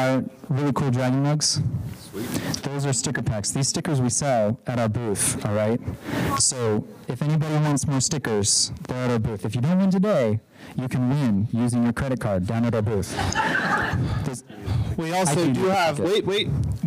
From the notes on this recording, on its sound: We're Live from Dragonsteel 2023. Please forgive the audio quality if possible.